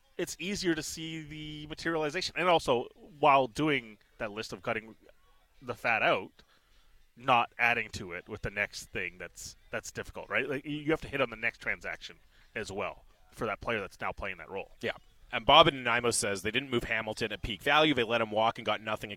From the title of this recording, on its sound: Live From Nat Bailey Stadium